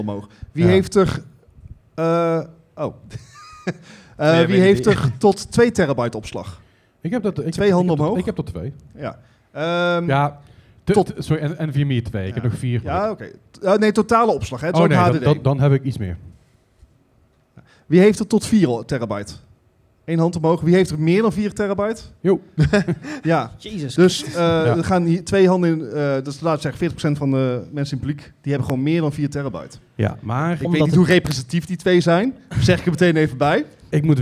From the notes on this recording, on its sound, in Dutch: We Namen een Podcast op met LIVE publiek! Deze week is het de 2e editie van de Mwah Gaming Podcast LIVE! Voor een live publiek in Dynamo Eindhoven!